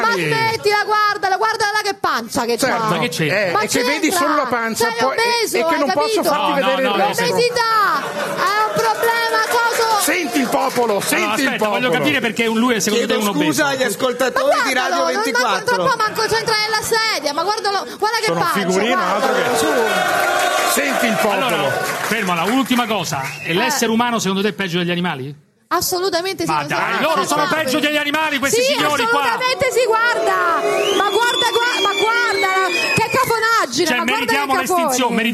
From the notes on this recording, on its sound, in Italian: Puntata speciale "live" da Roma con una raffica di ospiti incredibili e pubblico incontrollabile.